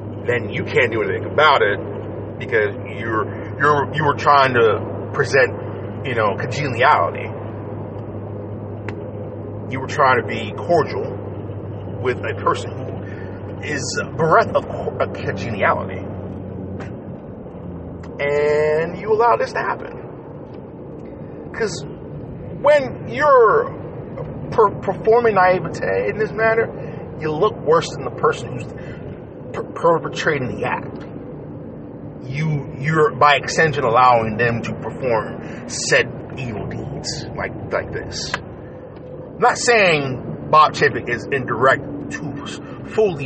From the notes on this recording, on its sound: Disregard that squeaking sound, that from a steering wheel that needs to be changed.